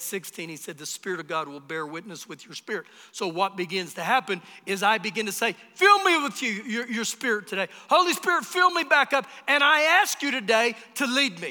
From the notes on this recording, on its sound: Recorded live during our Sunday morning service